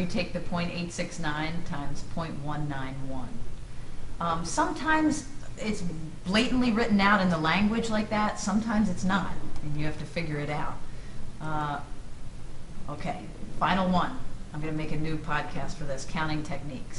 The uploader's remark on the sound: This is a recording in front of a live classroom.